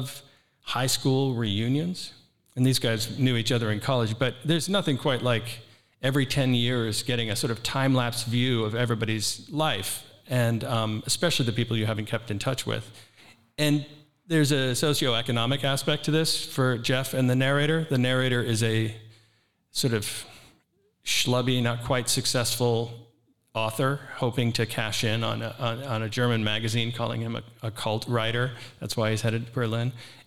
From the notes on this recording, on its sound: This was recorded live at the 2023 Printers Row Lit Fest in Chicago.